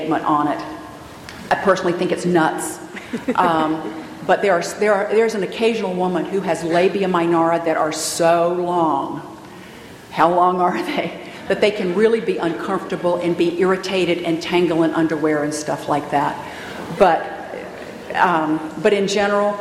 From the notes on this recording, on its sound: Audio podcast from the 7th Annual SDPA Fall Conference in Scottsdale, AZ.